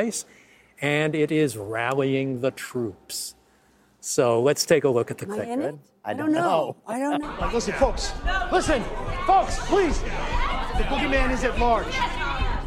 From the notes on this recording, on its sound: Live from the Universal backlot